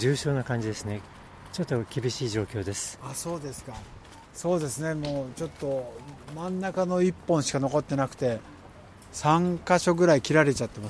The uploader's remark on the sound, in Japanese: くにたち大学通り3番からスタート現場から